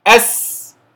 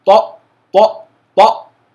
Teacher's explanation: السين بيجري الصوت ويجري النفس معه · Shown in: first take · كلاهما يجري.